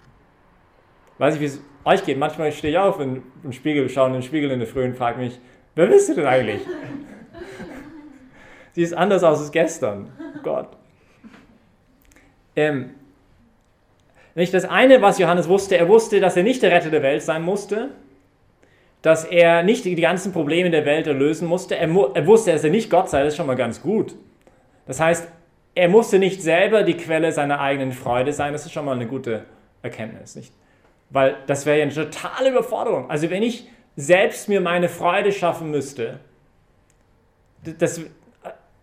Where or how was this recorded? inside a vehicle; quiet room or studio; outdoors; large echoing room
large echoing room